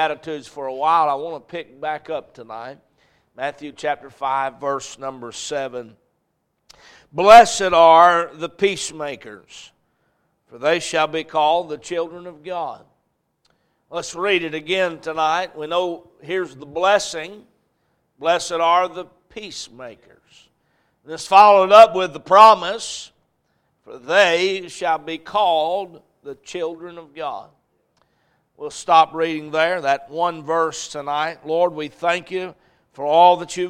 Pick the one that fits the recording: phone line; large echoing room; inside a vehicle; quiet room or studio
large echoing room